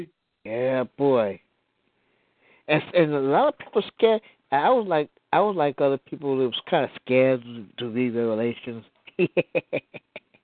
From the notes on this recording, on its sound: your phone calls